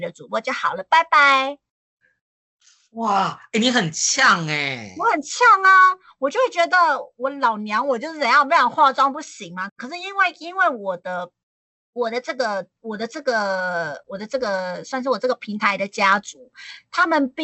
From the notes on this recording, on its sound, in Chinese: 這集節目是在2021年台灣新冠肺炎最嚴重，全國三級警戒的時候錄製的。用skype錄製，聲音還行。在線上對談。